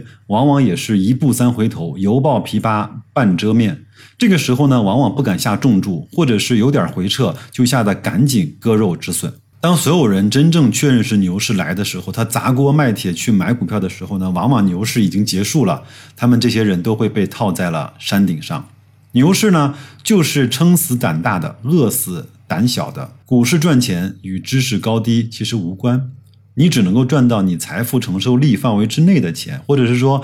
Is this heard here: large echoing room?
no